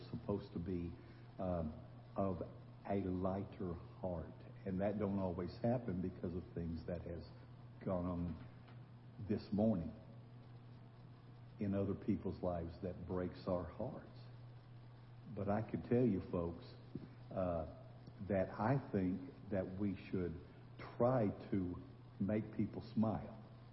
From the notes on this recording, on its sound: Ketha Heights Baptist Church ~ Live Broadcast. This is a live broadcast from the auditorium of Ketha Heights Baptist Church in Festus, Missouri.